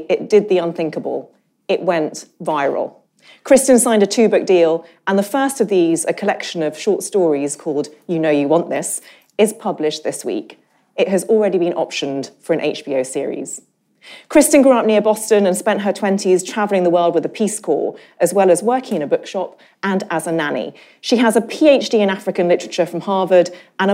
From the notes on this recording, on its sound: This episode was recorded earlier this month in front of a live audience at Foyle's Bookshop in London.